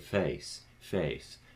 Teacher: many RP speakers today speak face very open with an epsilon in a lot of cases